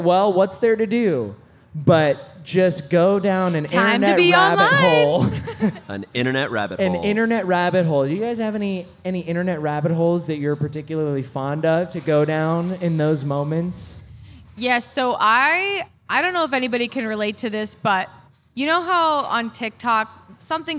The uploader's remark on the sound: Live at Mythicon. Live from Mythicon!